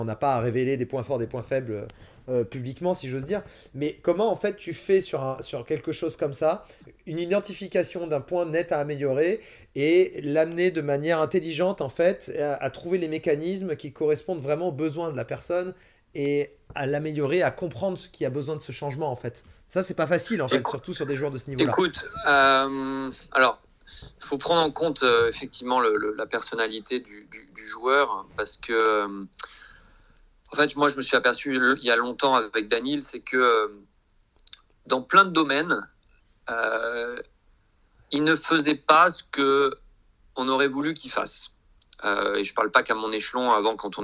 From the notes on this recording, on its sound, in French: notre entretien téléphonique